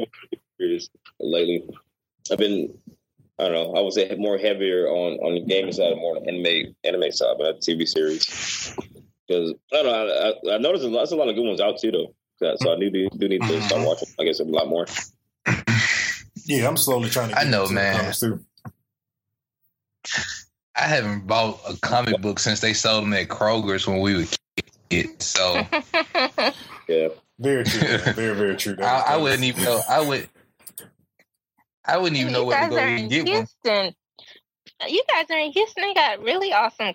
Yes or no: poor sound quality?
yes